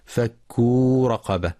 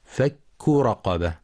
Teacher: وفي قوله تعالى: فك رقبة، يخطئ من يقرأ بمد الكاف فك رقبة، والصواب ضم الكاف فقط · Shown in: second take